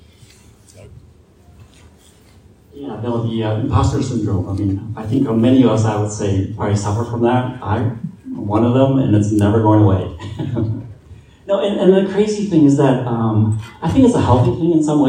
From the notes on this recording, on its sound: Star Wars Celebration Europe 2023 Panel. Raw recording. Saturday panel from Star Wars Celebration Europe 2023.